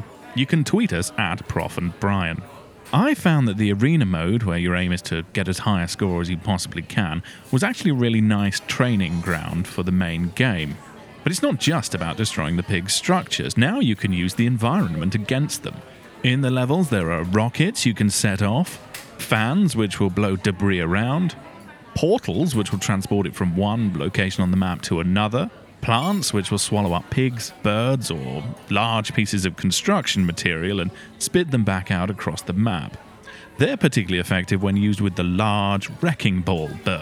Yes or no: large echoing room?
no